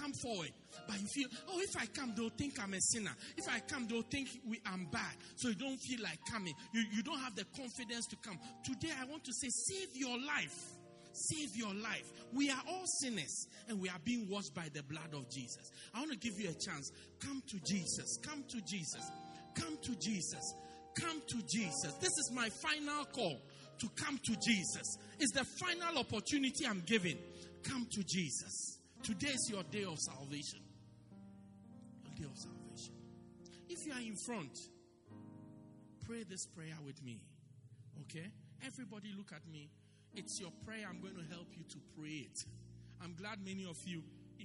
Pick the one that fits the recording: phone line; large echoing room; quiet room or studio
large echoing room